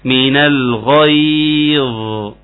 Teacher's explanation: حرف الظا في رخاوة، لازم حضرتك رقم واحد تطلع لسانك في الظا، وإلا هتقول ايه الظا المصري ظا، يقولك ايه الظاهر، او يعني مش عارف اي كلمة فيها ظا بنقولها بالظا من غير ما نطلع اللسان، دي عبارة عن زاي، عبارة عن زاي مفخمة.